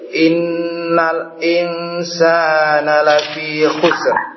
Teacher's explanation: innal itu tidak qalqalah, jadi tidak mantul